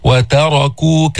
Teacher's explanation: انتبه لا تفخم التاء